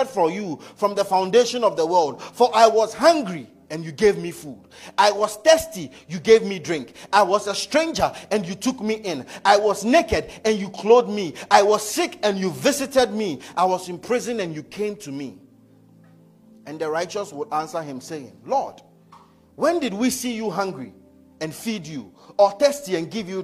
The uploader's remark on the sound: Message preached at ICGC Rehoboth Temple - Toronto